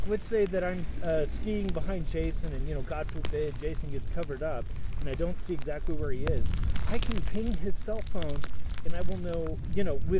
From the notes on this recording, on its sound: It was windy and snowing so if you hear noise in this episode